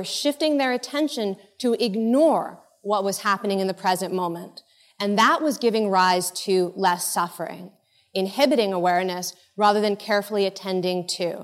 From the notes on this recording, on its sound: In this episode, taken from the Buddhist Geeks Conference in 2011.